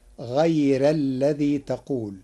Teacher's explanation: قرأ ورش كلمة غير بترقيق الراء فتصير غير الذي تقول لوجود الياء الساكنة قبلها.